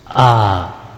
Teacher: dari pangkal tenggorokan, menghembus A. Berarti ia adalah merupakan makhraj yang pertama, paling awal di sini. · Term: huruf hamzah